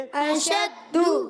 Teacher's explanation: अशद्दु शीन की अदायगी क्लियर करेंगे, हमजा पर जबर, शीन पर जबर, दाल पर पेश भी है और साथ में तशदीद भी है, जरा रुक कर अदा करेंगे